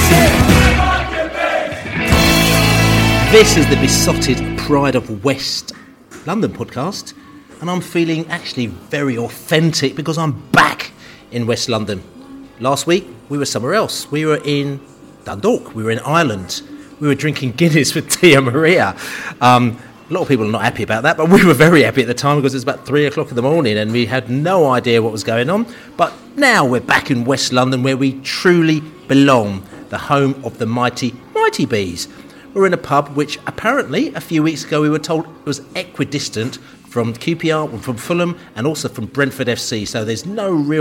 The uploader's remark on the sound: Sunderland pre-match podcast from the pub. In the studio (er pub).